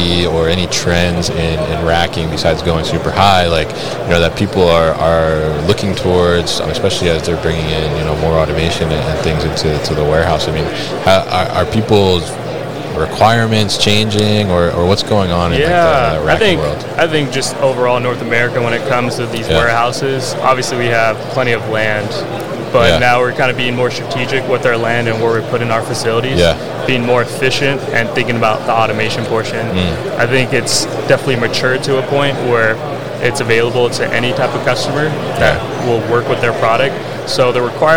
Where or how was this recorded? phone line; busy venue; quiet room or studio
busy venue